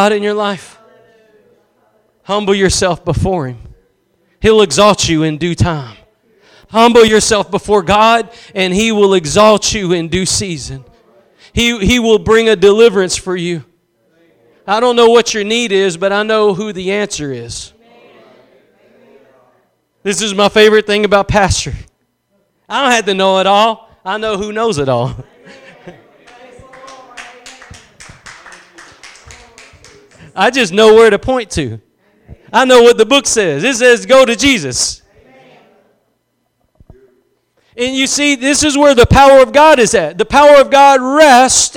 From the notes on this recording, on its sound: Preached at Gospel Lighthouse in Bossier City, La.